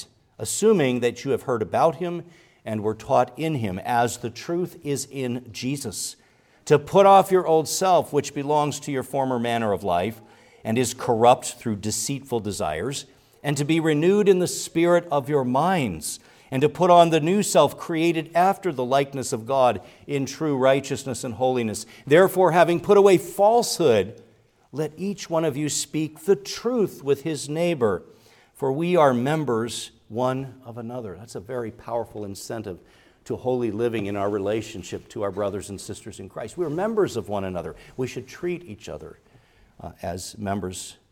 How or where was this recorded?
large echoing room